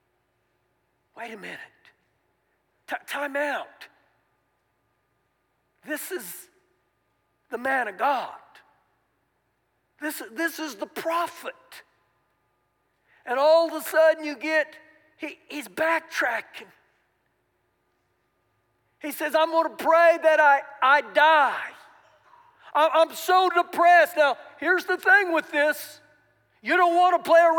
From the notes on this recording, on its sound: Recorded live during our Sunday morning service.